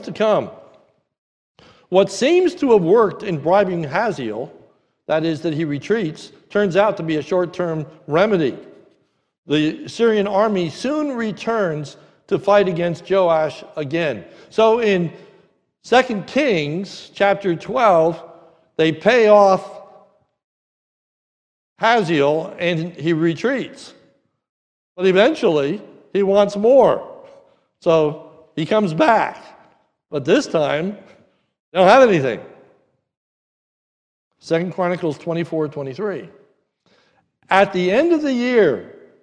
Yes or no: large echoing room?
yes